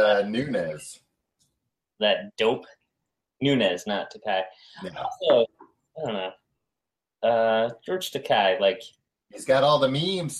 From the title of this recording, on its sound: April 2017 Google Hangout Audio